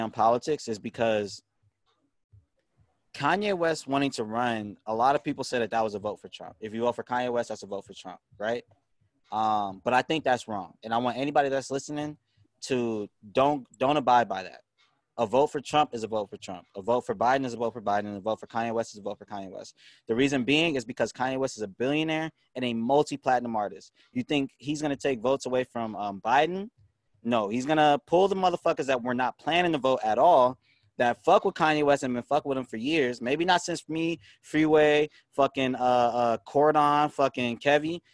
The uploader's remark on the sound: Reporting live from Cooney Island by way of Zoom. Reporting live from Cooney Island by way of Zoom.